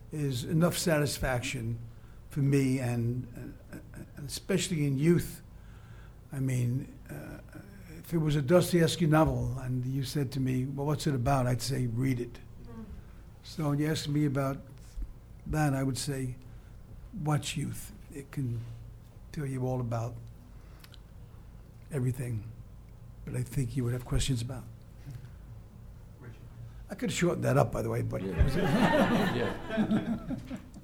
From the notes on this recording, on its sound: A special Los Angeles press conference